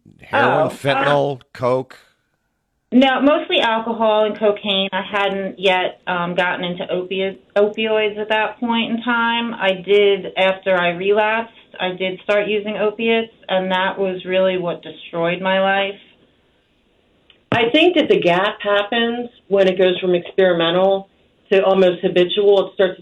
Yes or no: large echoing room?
no